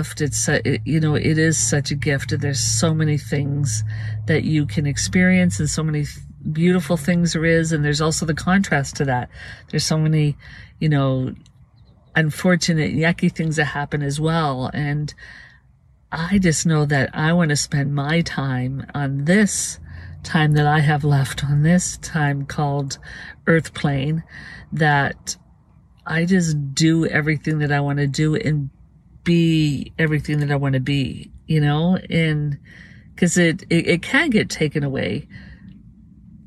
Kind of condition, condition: setting, inside a vehicle